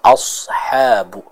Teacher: huruf shad dan huruf ha dibaca dengan jelas, ya. Shadnya ditebalkan, ha-nya juga dijelaskan.